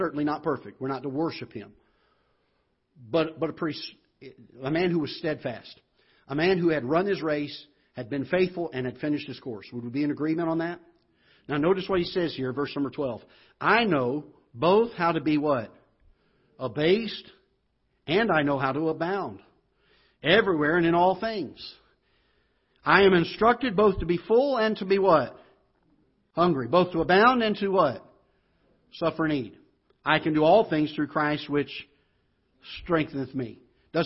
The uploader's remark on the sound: a live broadcast from the auditorium of Ketha Heights Baptist Church in Festus, Missouri